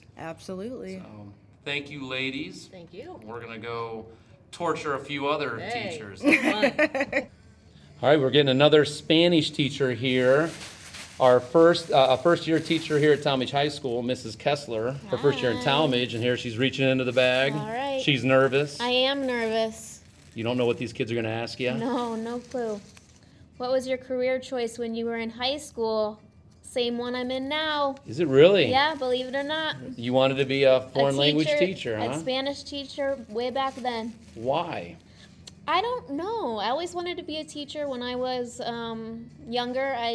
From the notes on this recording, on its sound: Had a bit of a slow night at parent/teacher conferences so I took advantage of it to roam around and ask teachers one question.